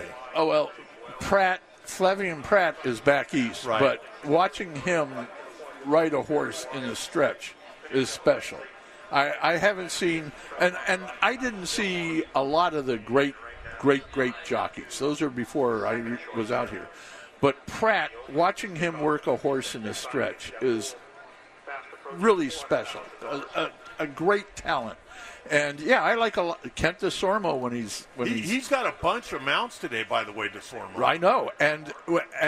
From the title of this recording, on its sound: Live from Del Mar Opening Day